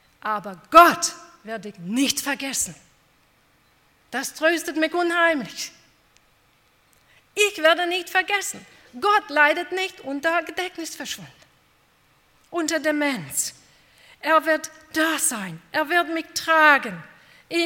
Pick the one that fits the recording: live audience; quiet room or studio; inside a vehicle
live audience